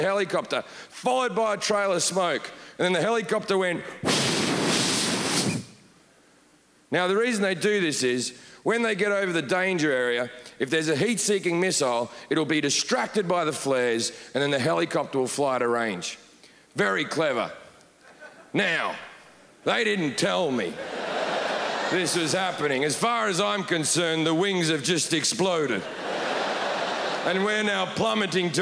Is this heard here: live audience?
yes